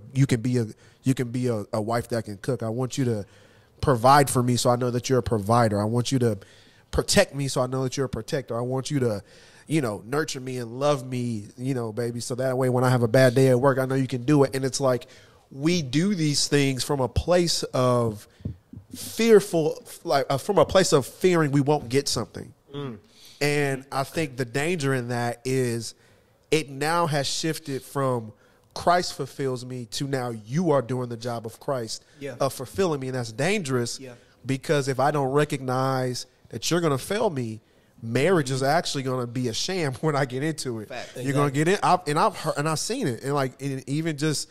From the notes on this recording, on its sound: sit down with the live studio audience and have a conversation